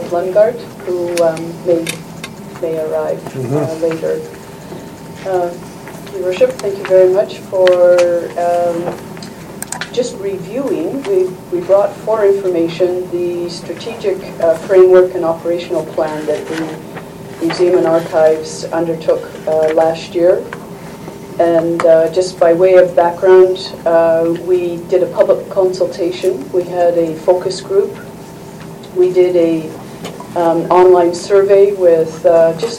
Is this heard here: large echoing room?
yes